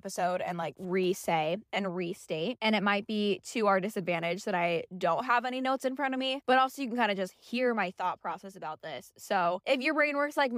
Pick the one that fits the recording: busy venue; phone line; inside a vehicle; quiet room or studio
inside a vehicle